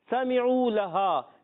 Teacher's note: scene पर जबर है, बगैर खींचे अदा करेंगे, मीम के नीचे जेर है, इसको भी बगैर खींचे अदा करेंगे